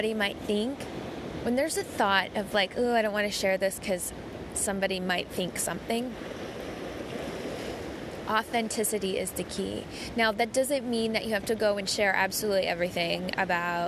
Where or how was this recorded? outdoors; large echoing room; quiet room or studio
outdoors